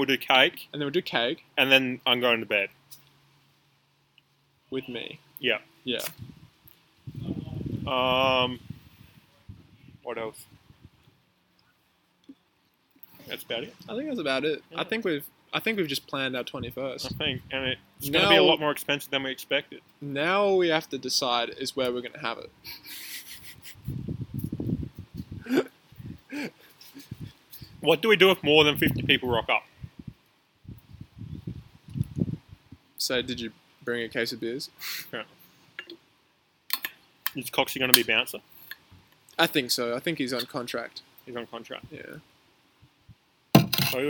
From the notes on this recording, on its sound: A Backyard Podcast. Today we learned recording audio outdoors is not great.